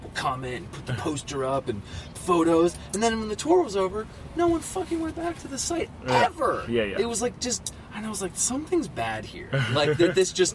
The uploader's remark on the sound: Was in NYC on tour and had some time to hang out in the van to chat. You may hear some doors opening/closing, cell phone beeps, sirens.